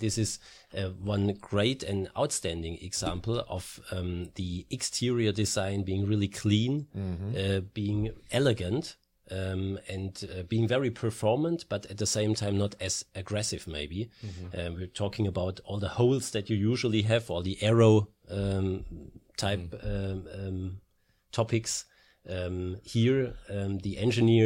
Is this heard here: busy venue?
no